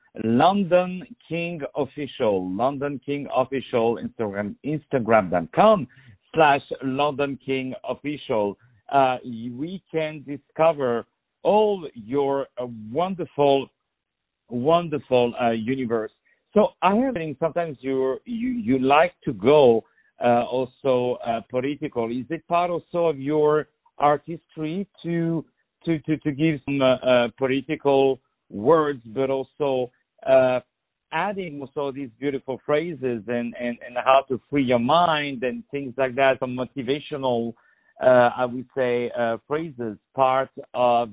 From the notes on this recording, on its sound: On the phone.